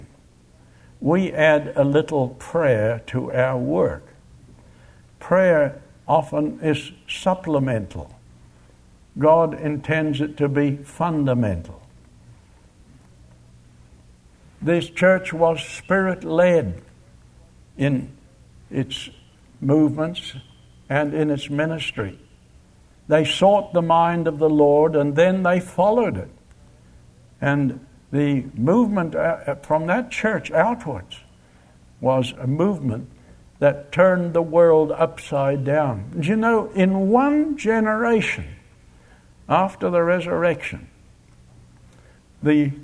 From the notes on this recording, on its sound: Location: Grace Bible Church Anderson. Guest speaker at the Fall Bible Conference at Grace Bible Church.